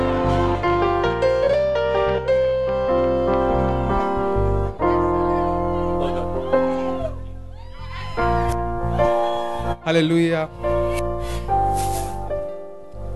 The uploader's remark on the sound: Preached At The First Love Center, Ayeduase.